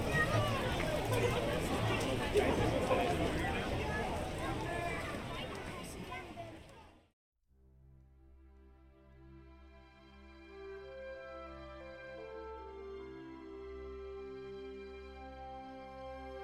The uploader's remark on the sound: Mark Twain Riverboat (Disneyland) Binaural Ride Along. Listen to all the sounds of the Mark Twain, as it makes its journey around Frontierland, New Orleans Square, Critter Country, Tom Sawyer's Island, and the back side of the Rivers of America.